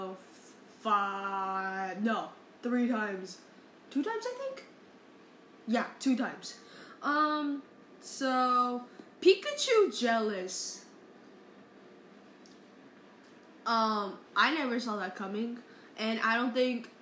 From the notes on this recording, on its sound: Sorry for the fan background noise.